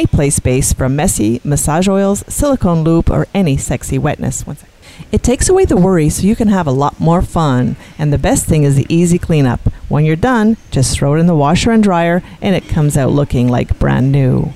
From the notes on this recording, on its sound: on location at Hedonism II Resort in Jamaica during Young Swingers Week